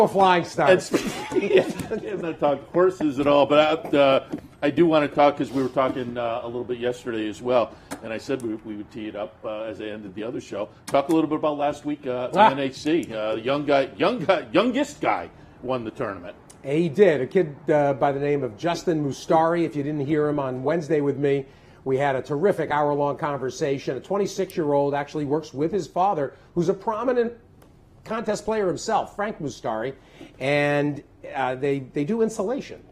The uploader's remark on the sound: live From Saratoga Race Course